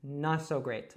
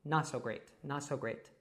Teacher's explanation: So that's a glottal T, and we kind of drop it all together, so it kind of becomes not so great, but not so great, not so great.